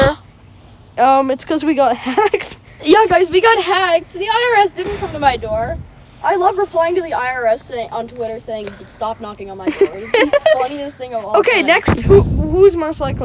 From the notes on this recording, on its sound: We went outside again!